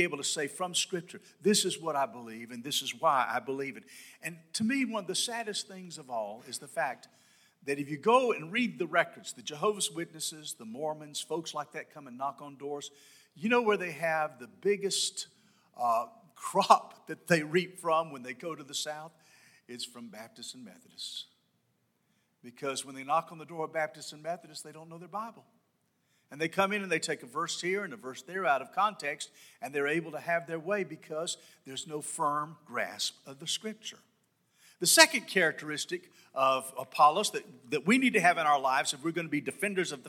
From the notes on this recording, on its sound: This sermon was delivered on August 28, 2022 at First Baptist Church Hendersonville, NC.